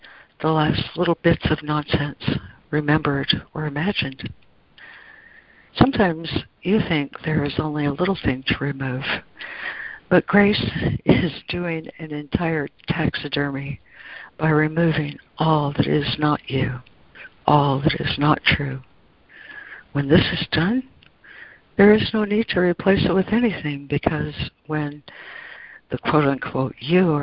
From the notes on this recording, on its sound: ACIM Daily Conference Call